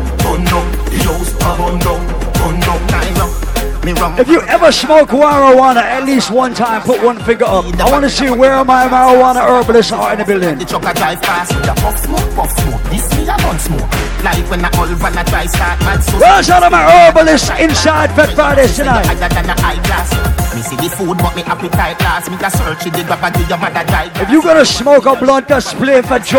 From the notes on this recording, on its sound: LIVE PARTY AUDIO.